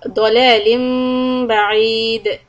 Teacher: Also we have ضَلَالٍ بَعِيدٍ، the baby meme of iqlab, stop for two harakat, lips lightly on top of each other, and stop on dal with qalqala